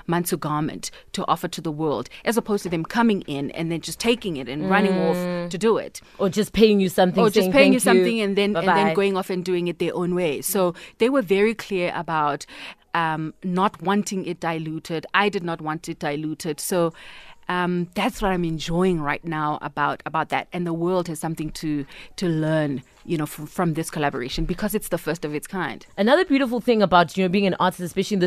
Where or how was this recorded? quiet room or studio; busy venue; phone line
quiet room or studio